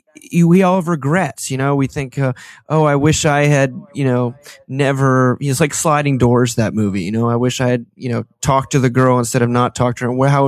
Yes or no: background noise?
no